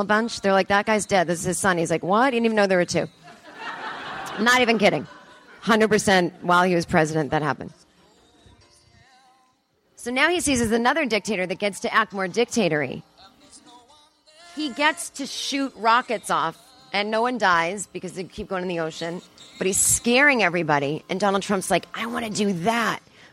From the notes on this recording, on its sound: Live on stage in front of an audience at the Second City Theatre in Toronto, Canada at the Just For Laughs 42 Festival.